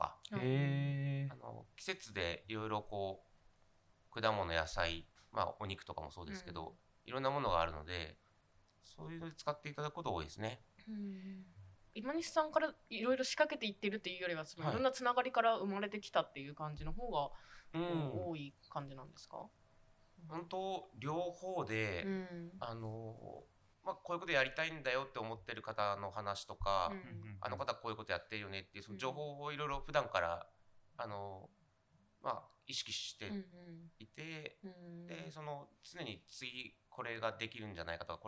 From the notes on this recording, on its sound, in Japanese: はじめてのオフライン収録につき、音声が小さめです。ごめんなさい！！